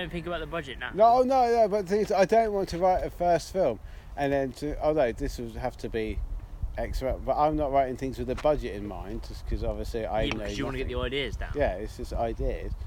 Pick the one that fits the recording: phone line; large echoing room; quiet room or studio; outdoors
outdoors